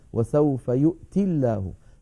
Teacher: وسوف يؤتي الله، وسوف يؤتي الله، أصلها وسوف يؤتي بوزن يفعل، فلما نصل يؤتي بلفظ الجلالة تسقط الياء فتصير وسوف يؤتي الله، فلو وقفنا عليها اضطرارا أو اختبارا نقف